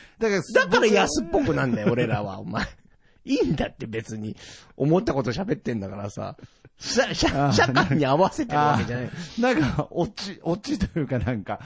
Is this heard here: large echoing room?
no